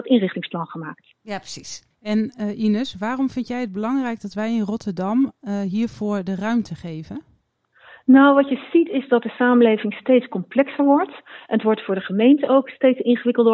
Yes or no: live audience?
no